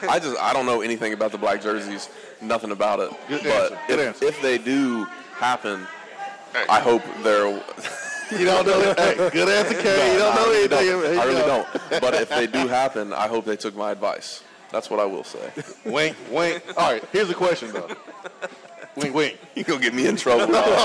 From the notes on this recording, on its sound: Tennessee Prime is live from Gus's World Famous Fried Chicken.